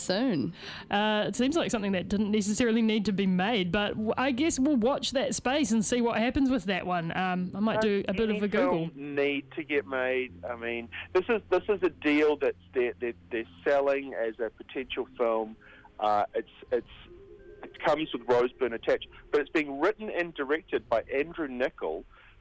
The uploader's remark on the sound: phones up